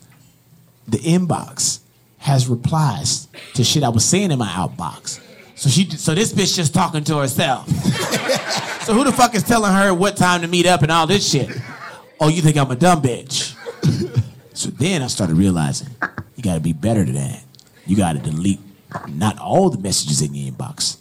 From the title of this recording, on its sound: LIVE in Dallas